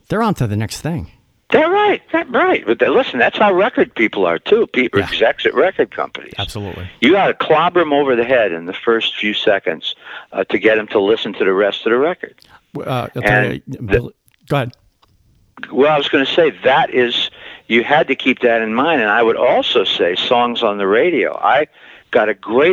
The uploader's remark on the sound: conducted a phone interview